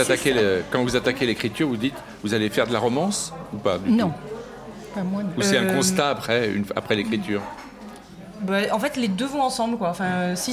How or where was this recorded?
busy venue